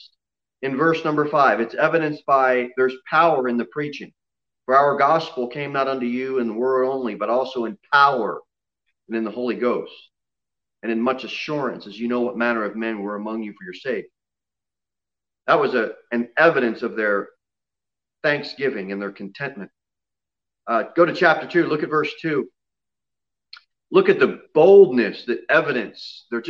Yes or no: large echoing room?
yes